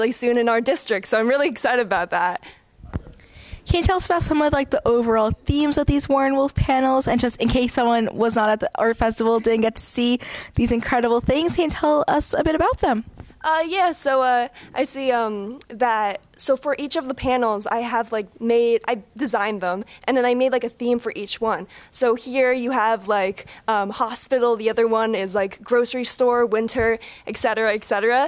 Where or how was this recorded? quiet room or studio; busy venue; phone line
busy venue